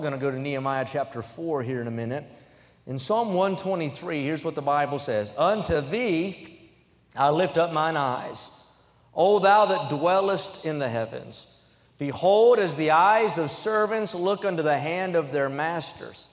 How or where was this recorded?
large echoing room